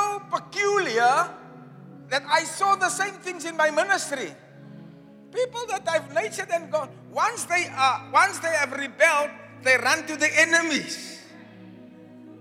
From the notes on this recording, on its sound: Preached on Resurrection Sunday, at Zion Sanctuary, Cape Town on the 9th April 2023